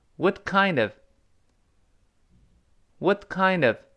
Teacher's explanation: 跟后面的 of 连在一块儿，变成 kindof，kind of 连在一块儿。把前三个字放在一块儿跟老师读一遍。What kind of, what kind of 好极了，那个 what 一带而过，太施暴，让 kind of 连读。那 Chinese